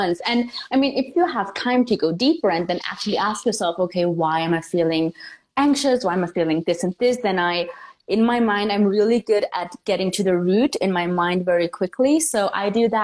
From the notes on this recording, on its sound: This episode is an IG Live turned into Podcast.